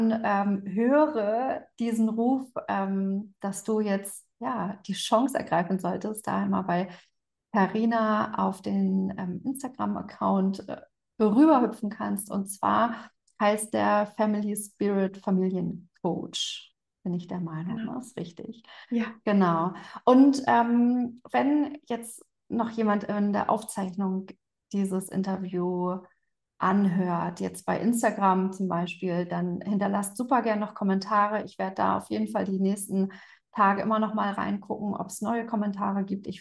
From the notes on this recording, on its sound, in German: Live Interview auf Instagram